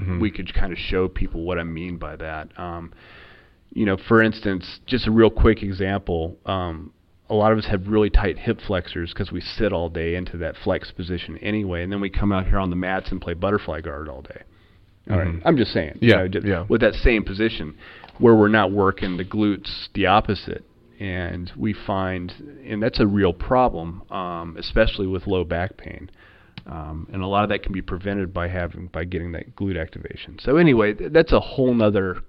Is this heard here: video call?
no